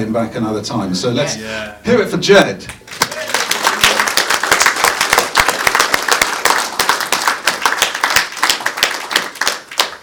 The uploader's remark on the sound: At the Blackpool Film Collectors' Convention in November 2022. In this special episode we are happy to provide the audio recording of the entire session.